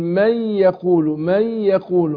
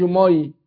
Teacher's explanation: كلمة ينمو واللي بغير غنة في اللام والراء. فهنا عندنا الياء، هدغم النون في الياء ادغام بغنة · Shown in: first take